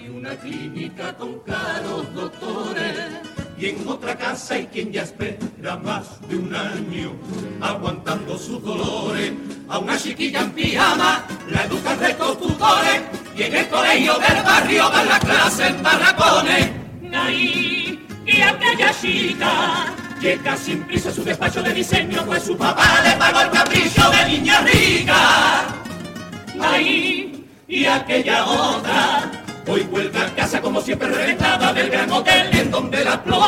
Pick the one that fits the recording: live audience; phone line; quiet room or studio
live audience